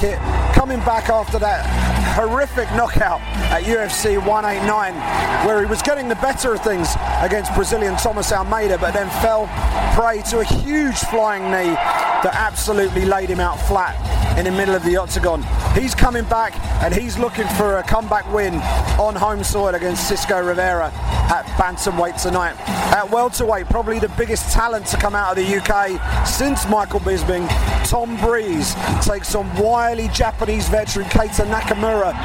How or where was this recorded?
busy venue